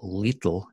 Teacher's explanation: often at the beginning of the words, the Russians will use the darker L in an English word